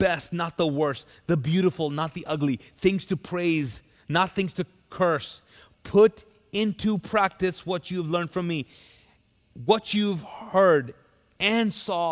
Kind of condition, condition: setting, large echoing room